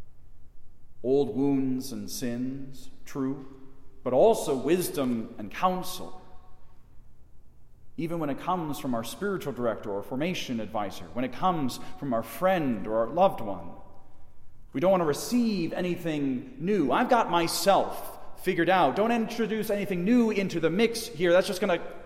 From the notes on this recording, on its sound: Delivered in the Chapel of St. John Paul II at Mundelein Seminary in Mundelein, IL.